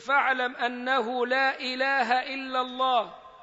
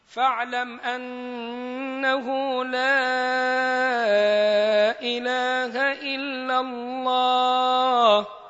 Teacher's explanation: تقرأ بمد المنفصل ويكون أربع أو خمس حركات · Shown in: second take